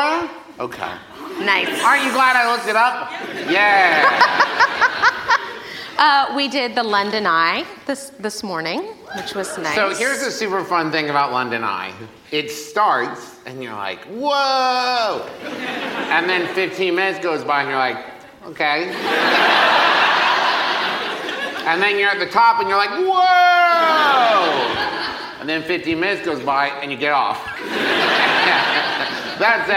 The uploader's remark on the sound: Gin (LIVE at London Podcast Festival). LIVE recording from the London Podcast Festival.